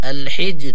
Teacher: لكن معنا في كلمة الحجر، الحجر لان الراء هنا وقفنا عليها لابد ان نرقق الراء لانها ساكن قبلها ساكن قبلها مكسور، الحجر. نعم اللهم صل على محمد وعلى آل محمد.